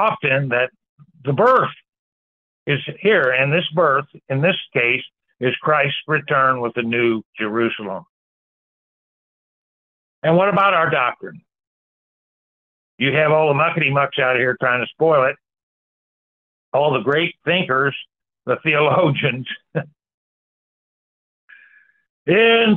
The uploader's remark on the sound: Church Call in Bible Study